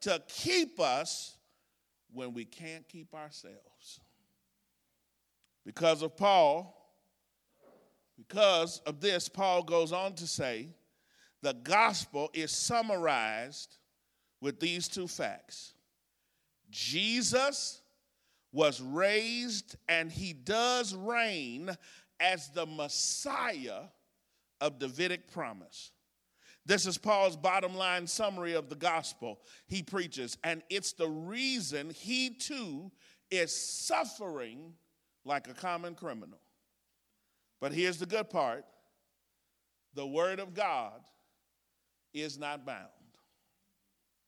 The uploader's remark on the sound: This exposition was recorded at the Woodbridge, VA 2023 Workshop